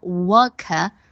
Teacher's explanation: 英国人会把 worker 这个单词读作 work，没有儿音